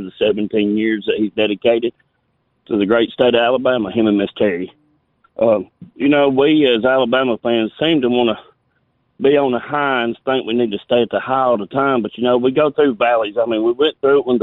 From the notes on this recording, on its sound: We continue taking your phone calls on this very special Martin Luther King Day, holiday.